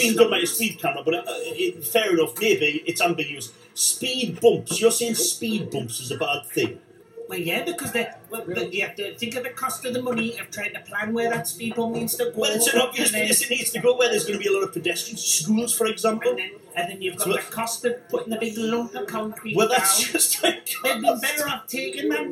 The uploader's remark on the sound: Another party conference special at The International Conference Centre in Birmingham.